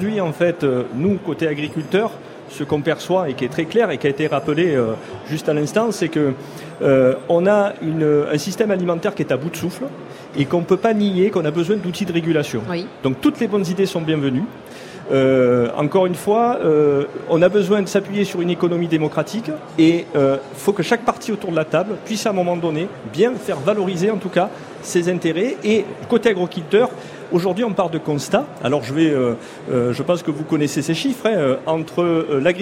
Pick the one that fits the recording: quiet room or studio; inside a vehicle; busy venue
busy venue